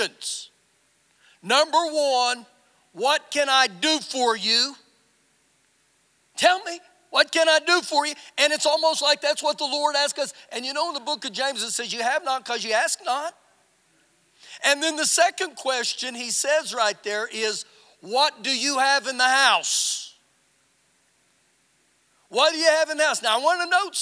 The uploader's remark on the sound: Recorded live during our Wednesday night service